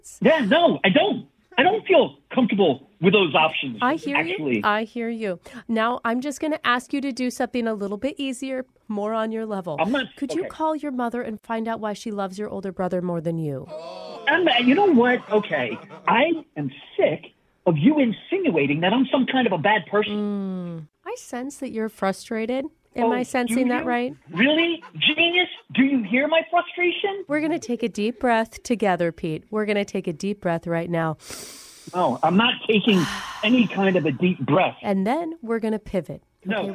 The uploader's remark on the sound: Phone Tap